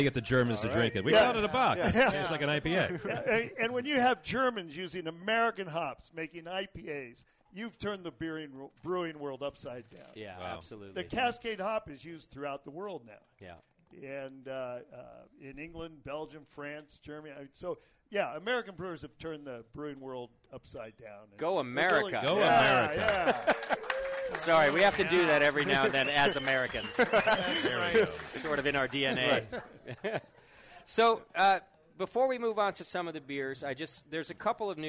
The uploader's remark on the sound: Live at Anchor Brewing Co.